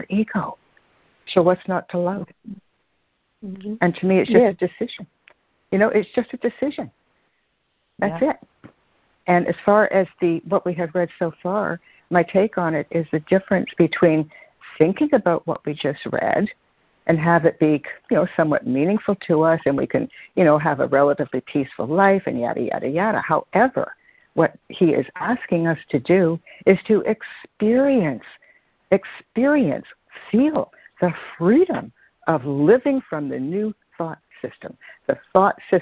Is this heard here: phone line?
yes